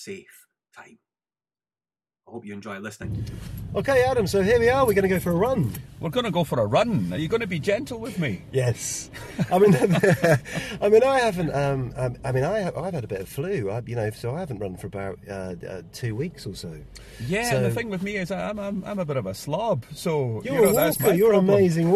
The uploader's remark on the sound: This podcast was recorded live on a rehearsal for the 5K running tours in February 2017.